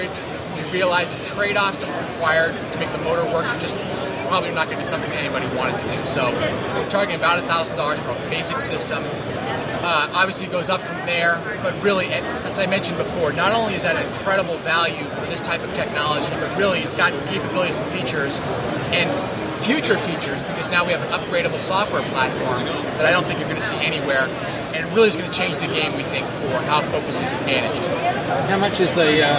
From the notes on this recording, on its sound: NAB 2010 episode including live from the Post Pit on NAB floor.